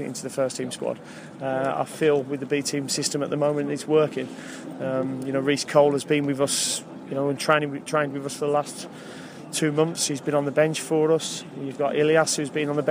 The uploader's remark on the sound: at the B team match against QPR at their training ground in Harlington